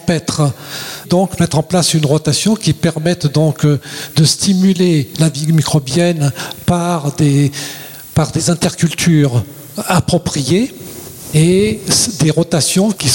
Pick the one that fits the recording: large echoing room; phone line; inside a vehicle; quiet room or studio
large echoing room